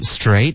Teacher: 要稍微往上飘，这是一个疑问句